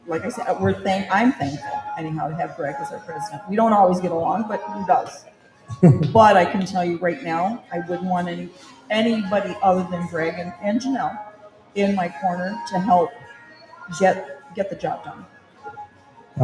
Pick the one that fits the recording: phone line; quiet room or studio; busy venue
busy venue